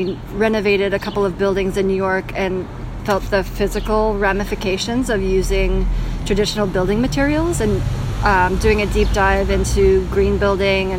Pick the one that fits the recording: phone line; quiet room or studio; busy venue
busy venue